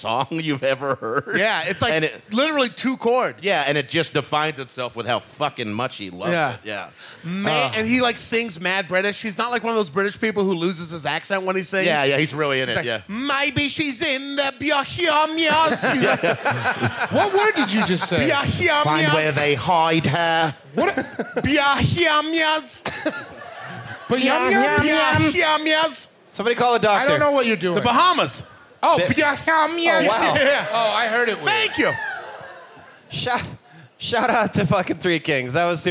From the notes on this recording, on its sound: This was recorded live at the 2019 High Plains Comedy Festival in Denver, Colorado. Plan 9 Studios. 3 Kings Tavern.